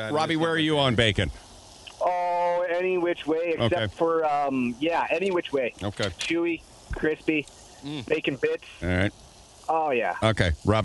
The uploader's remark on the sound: Outside Show Day!